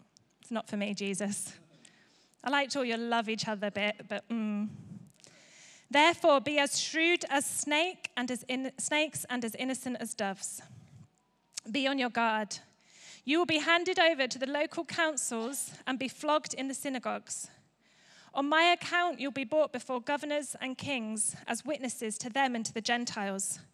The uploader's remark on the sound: Recorded live at Life Church Lancashire on Sunday 22nd October 2023.